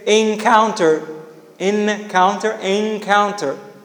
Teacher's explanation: It becomes velar before velar sounds. · Term: velar NE